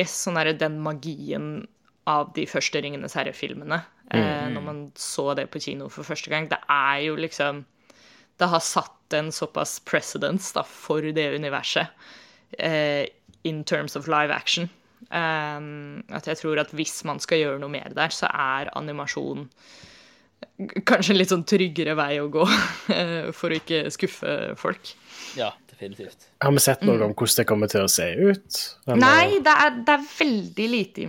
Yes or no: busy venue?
no